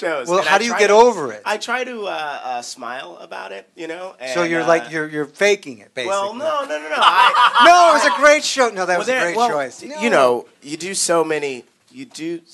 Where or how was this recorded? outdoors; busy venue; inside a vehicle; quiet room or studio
busy venue